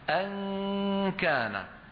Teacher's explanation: اللسان يغلق مخرج الكاف تماما